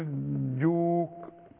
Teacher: يقول حاجوك. بمد ثلاثة ألف في الحاء دي